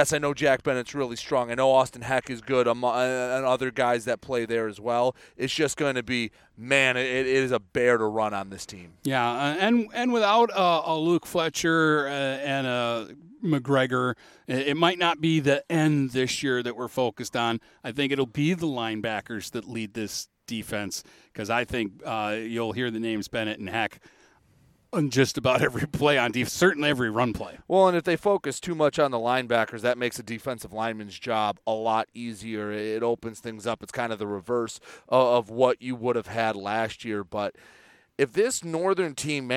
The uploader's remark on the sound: Live From Port Huron Northern Football Camp